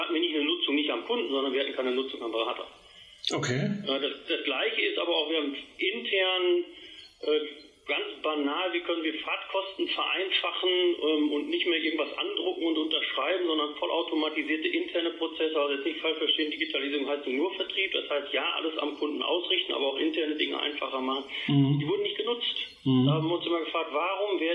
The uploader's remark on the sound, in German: im Telefoninterview